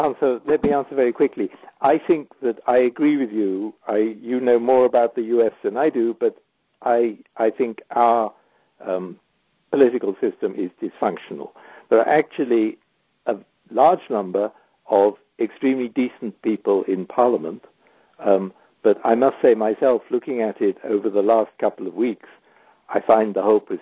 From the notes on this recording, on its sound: The Turkish Heritage Organization hosted a recent teleconference discussion.